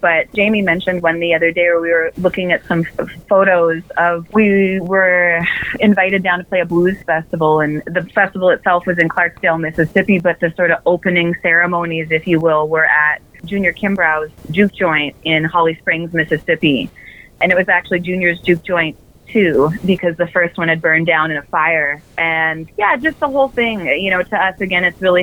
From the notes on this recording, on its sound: Chime in on the phone. Airing Saturdays from 4PM to 6PM EST on CIUT FM, Toronto, Canada, and syndicated on CJMP FM.